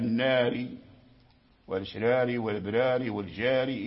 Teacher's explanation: أمالوا الأليف التي قبل الراء المجرورة